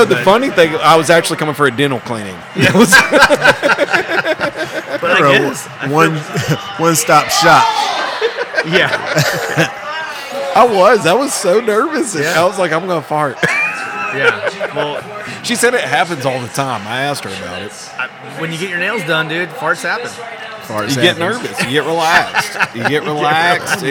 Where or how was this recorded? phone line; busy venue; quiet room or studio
busy venue